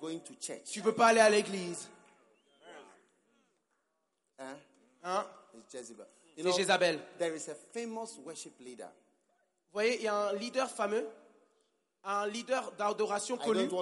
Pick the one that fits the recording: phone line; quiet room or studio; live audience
live audience